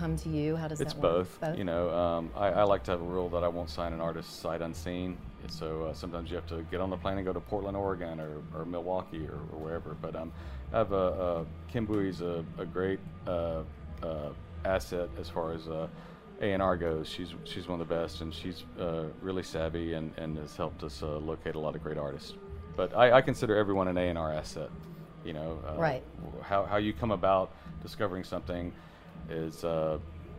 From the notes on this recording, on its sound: during the label's 20th-anniversary party at AmericanaFest 2018